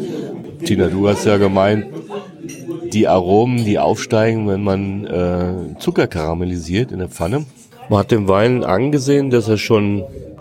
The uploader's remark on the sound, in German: Live beim Abendessen. Du hörst, wie es uns an der südlichen elsässischen Weinstraße gefällt.